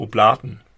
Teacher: Betonung auf der zweiten Silbe